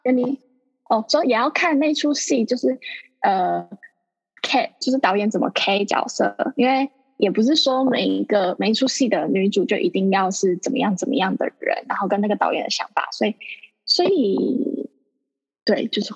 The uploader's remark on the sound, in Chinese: 遠距錄音下難以避免的音質問題又出現了